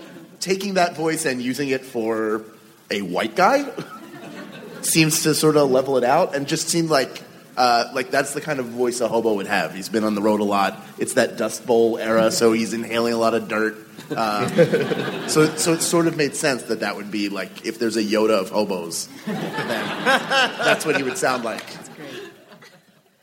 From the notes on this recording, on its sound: The TAH Panel from C2E2. Recorded Live 4/27/2015 at C2E2, Chicago.